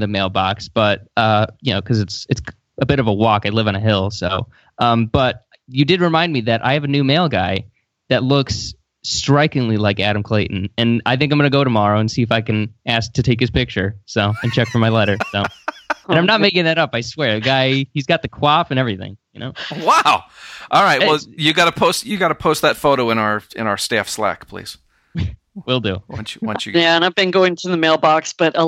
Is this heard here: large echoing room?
no